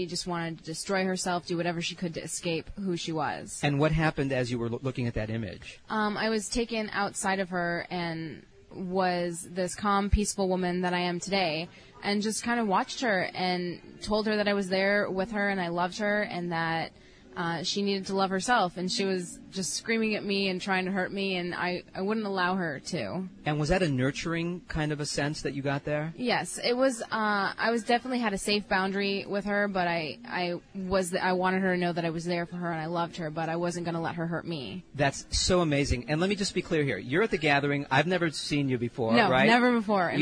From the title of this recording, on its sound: live from The Gathering